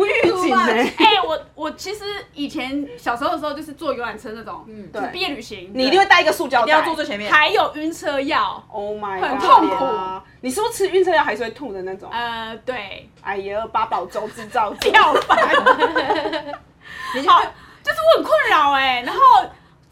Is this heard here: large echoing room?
no